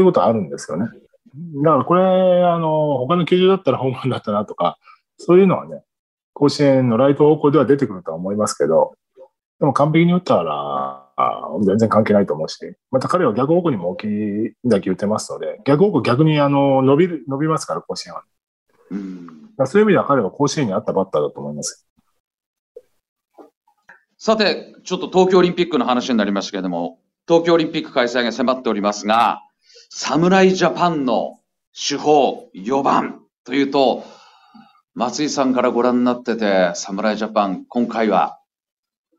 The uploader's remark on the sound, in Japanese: ニューヨークと結び、リモート収録で行われ